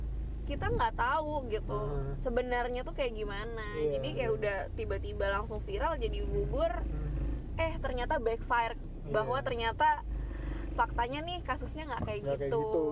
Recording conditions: uneven or low level